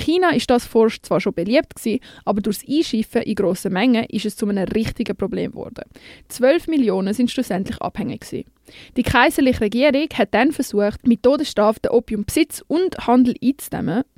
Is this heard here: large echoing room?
no